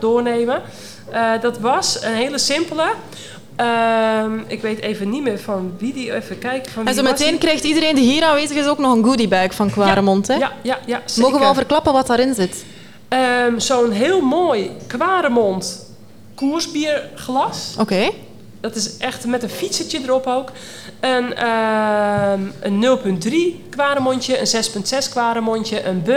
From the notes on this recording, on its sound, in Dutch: Live vanuit een vol Café Coureur in Borgloon!